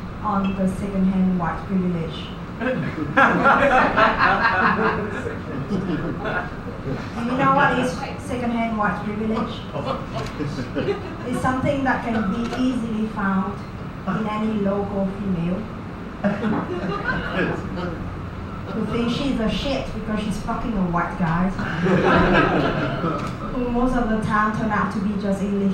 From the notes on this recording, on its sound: Vietnam's raunchiest comedian live at The Tavern, Phu My Hung, D7 - June 2019.